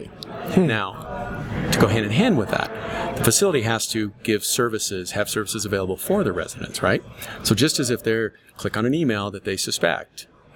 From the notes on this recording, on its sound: This episode is brought to you from Colorado Assisted Living Association's Fall Conference 2019